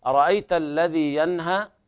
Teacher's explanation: إظهار النون الساكنة عند الهاء إظهارا حلقيا